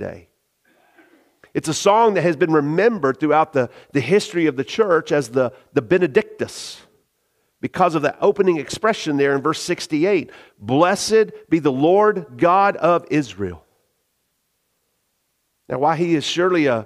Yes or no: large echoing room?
yes